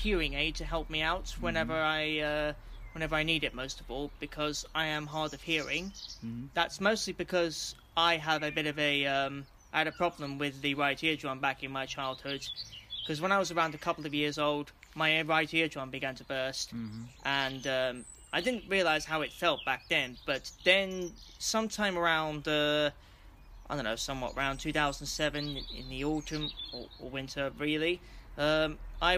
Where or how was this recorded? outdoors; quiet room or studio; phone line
outdoors